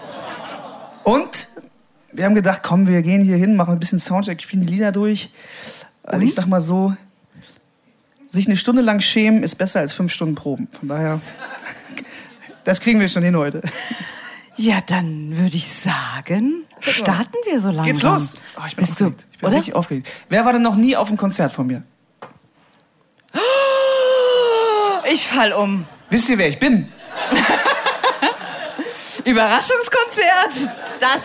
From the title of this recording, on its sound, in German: beim Liedergut Abend am Nürburgring (UNCUT)